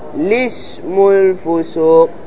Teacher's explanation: حذف همزة الوصل والابتداء بلام مكسورة فتقرأ لسم الفسوق.